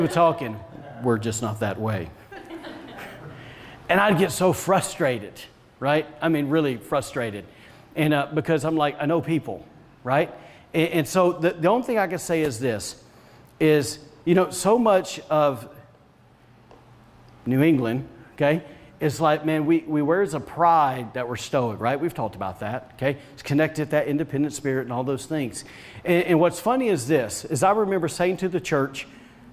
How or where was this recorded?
large echoing room